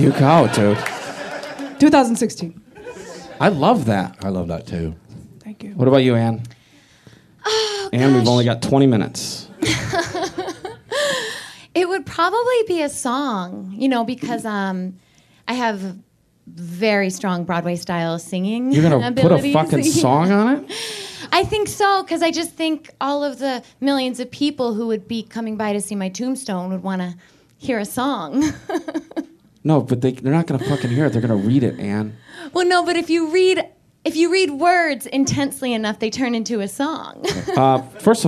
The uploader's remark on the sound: Recorded LIVE at the Upright Citizens Brigade Theatre in Los Angeles.